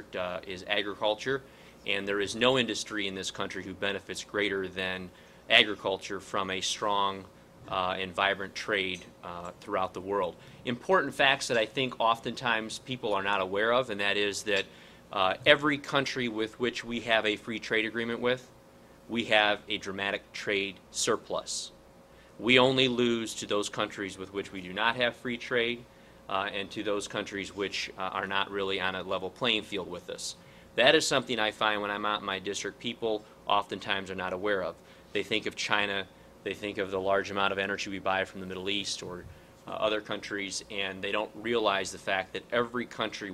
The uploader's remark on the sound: WASHINGTON, DC. Delivered a speech to a luncheon meeting of The Ripon Society.